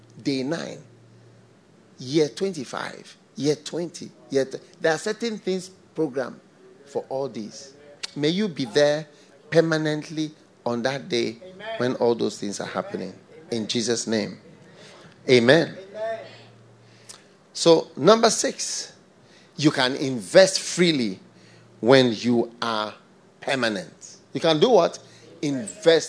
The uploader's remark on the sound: Preached at the FLOW Church, Accra.